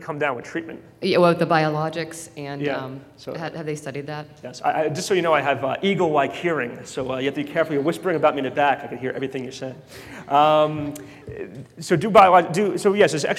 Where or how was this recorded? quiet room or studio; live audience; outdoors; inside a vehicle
live audience